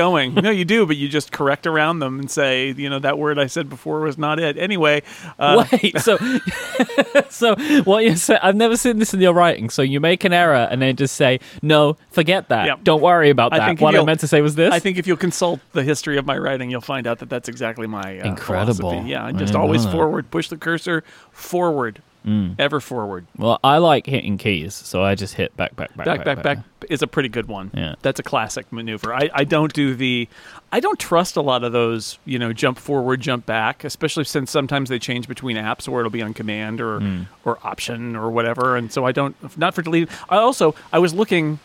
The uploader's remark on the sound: An episode recorded live in the California sun. The breeze is blowing.